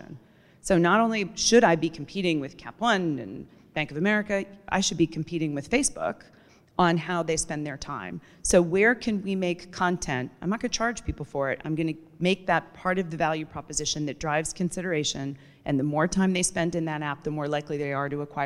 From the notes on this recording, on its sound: Recorded live at the 2019 Pros & Content Conference.